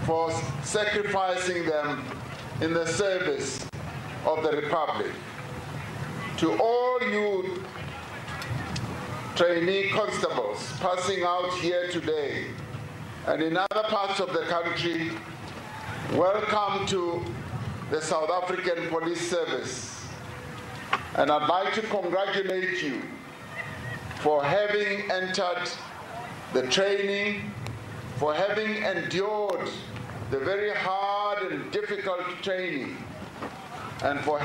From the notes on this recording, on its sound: delivering a keynote address at the SAPS passing-out parade in the Northern Cape